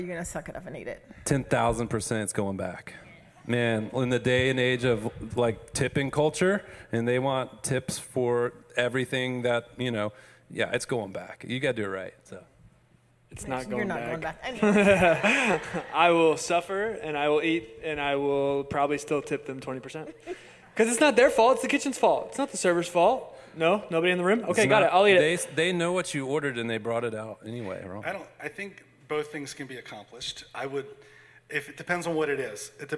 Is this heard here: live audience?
yes